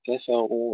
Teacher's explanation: كلمة كفروا ننتبه إلى ترقيق الكاف والفاء وتفخيم الراء، كفروا وليس كفروا أو كفروا، كفروا.